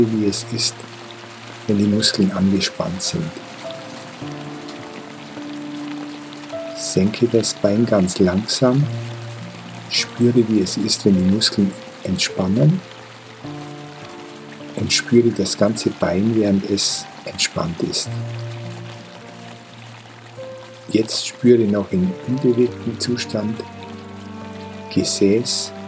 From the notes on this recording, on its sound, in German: Meine Wanderung durch Nordindien führt mich nun stetig bergauf, ich verlasse langsam die subtopische Klimazone. In dieser Folge hörst du eine Aufnahme des Gewitters im Himalaya. Die hochwertige Audio-Aufnahmen, die ich in Indien gemacht habe umfasst das volle hörbare Klangspektrum.